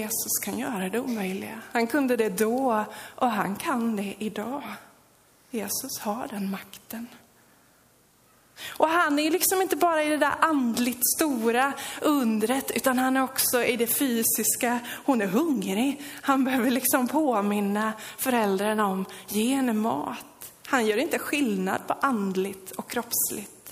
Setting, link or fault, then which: setting, large echoing room